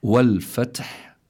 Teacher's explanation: التاء هي من حروف الهمس، فحثه شخص سكت، فلابد من كمان أن يخرج مع الحرف شيء من الهواء، من النفس، يعني جريان النفس، هذا معناه الهمس، أن يجري النفس مع الحرف. · ثم عندنا كذلك الحاء بآخر الكلمة، كذلك من حروف فحثه شخص سكت، كذلك هي من حروف الهمس، فلا بد من جريان النفس عند النطق بالحاء. فإذا عندنا التاء وعندنا الحاء، كلاهما مهموس في هذه الكلمة.